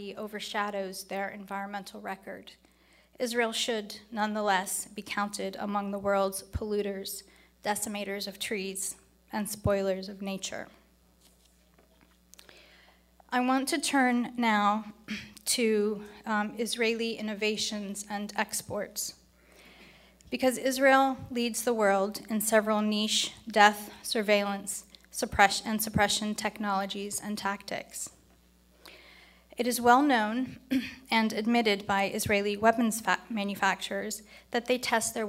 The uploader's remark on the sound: is from the 2019 IsraelLobbyCon at the National Press Club